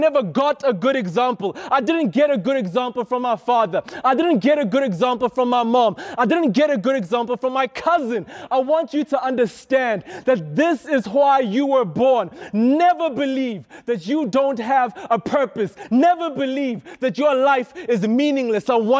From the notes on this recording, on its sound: This is a sermon I preached at Rhema Youth